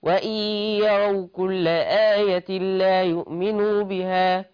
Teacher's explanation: الهمزة المكسورة المبدوء بها هنطقها اي مش ايه